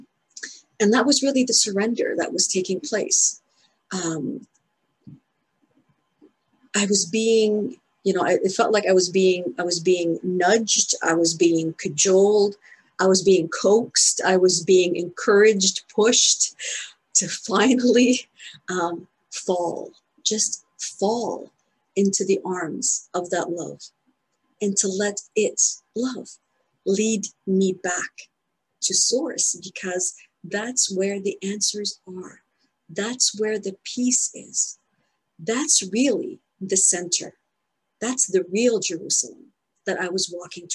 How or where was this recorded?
video call